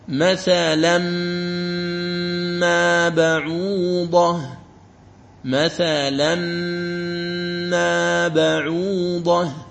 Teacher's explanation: إذن تدغم نون التنوين في الواو وتغنها بمقدار حركتين · Term: الإدغام الناقص